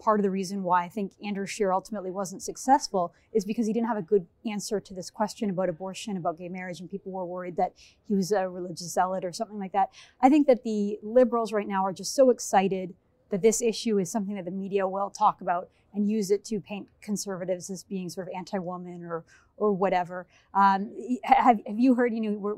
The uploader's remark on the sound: in-person at the Canada Strong and Free Conference in Ottawa